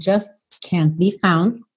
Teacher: Você vai perceber que essa letra T você nem ouve, vai direto, just can't be found.